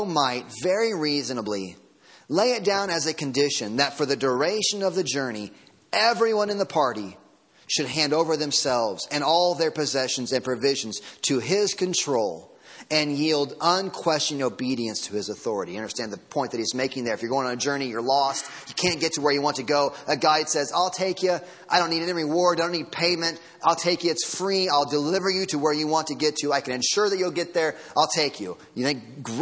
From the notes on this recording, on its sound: Sermon Audio from Sunday Morning.